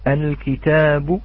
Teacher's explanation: الكتاب بتحريك هذه الباء وتكون القلقلة في جسمها ولكن ليس كما هي واضحة حال السكون · Term: الروم